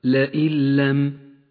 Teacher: الإدغام بلا غنة في قوله تعالى لئن لم النون ساكنة وبعدها حرف اللام، إدغام بلا غنة. أما النون فلا تلفظ ولذلك لونت بالرمادي، وأما اللام التي بعدها فتشدد، تقرأ هكذا لئن لم.